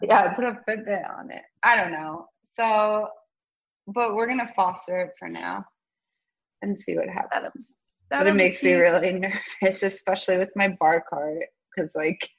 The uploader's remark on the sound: Beset by technical difficulties